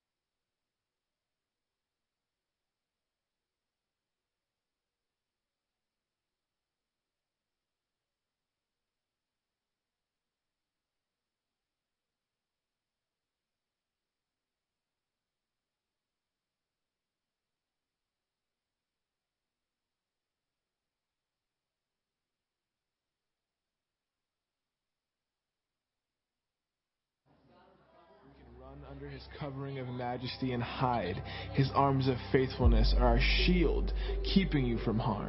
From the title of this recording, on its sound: Sunday Morning Service